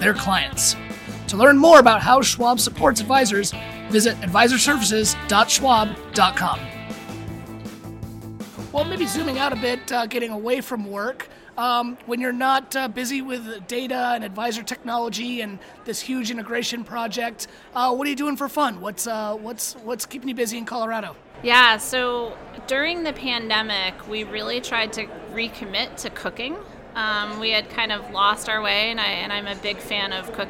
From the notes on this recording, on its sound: Special episode from T3. Live from the T3 expo hall in Tampa, Florida.